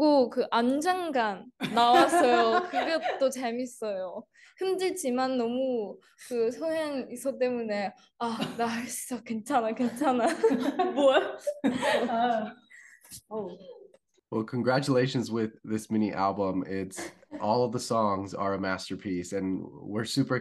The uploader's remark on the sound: On Zoom for an interview.